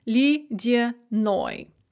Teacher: The stress is on the ending, and so both the ye and the я in the middle are pronounced kind of like e